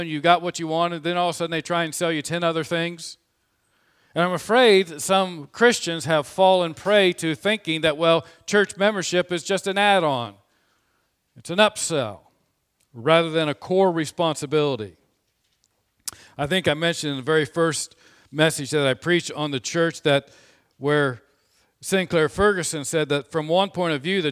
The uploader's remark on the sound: This sermon was preached on Sunday, January 31, 2021 from the pulpit of Grace Community Church in Berea, KY.